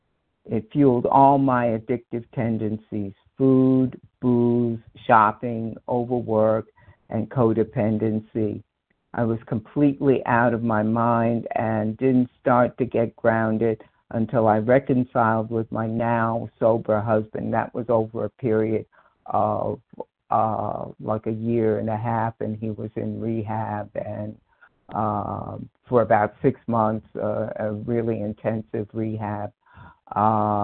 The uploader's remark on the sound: 100 Pounders Phone Meeting, 8/21/23